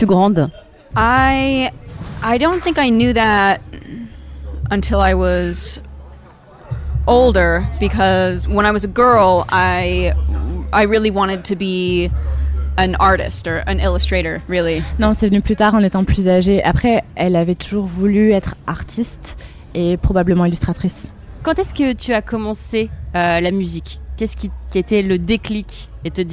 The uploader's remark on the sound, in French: Était à la 17e édition du Main Square Festival à Arras. Lors de cet événement à guichet fermé.